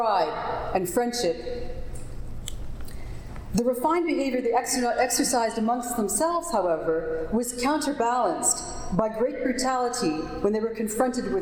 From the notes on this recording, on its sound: Recording of a lecture delivered on August 1, 2012. As part of the Graduate Institute Summer Lecture Series.